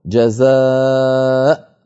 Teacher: أول مثال عندنا في اللوحة في سورة الحشر قوله تعالى جزاء الظالمين، جزاء كتبت الهمزة على واو، فالواو كرسي للهمزة فلا تنطق هذه الواو لا وصلا ولا وقفا. ففي الوصل نقول جزاء الظالمين، وفي الوقف نقول جزاء بهمزة ساكنة